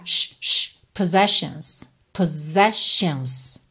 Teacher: E percebe que na segunda vez, o som desses dois S é de S-H.